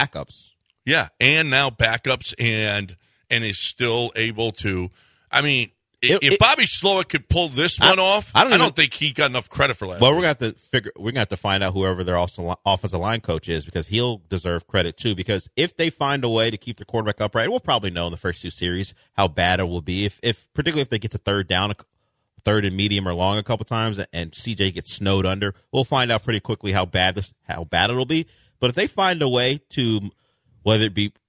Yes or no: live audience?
no